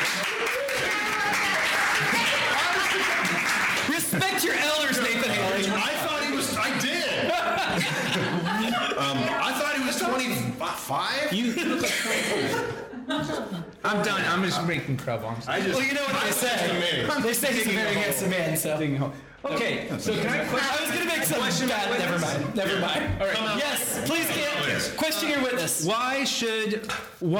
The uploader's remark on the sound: LIVE from PACKRAT COMICS! Recorded Live at Packrat Comics.